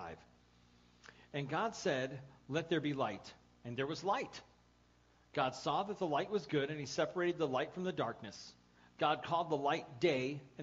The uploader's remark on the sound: The audio file of the sermon from January 12, 2014.